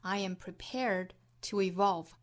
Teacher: prepare 这个词后面加字母 d，读成浊辅音的 d。 I am prepared 虽然听起来不太清楚了，但是我们要知道它其实本质上是一个 d 的发音，只不过在单词尾部要收音，不像我们汉语之中发 student China 哈这样的音，我们要把它弱回来，要把音收回来，读得非常轻非常短，不去拖音不代表它是轻辅音。